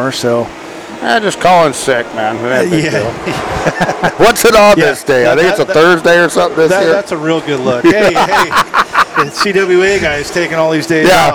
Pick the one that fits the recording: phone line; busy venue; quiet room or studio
busy venue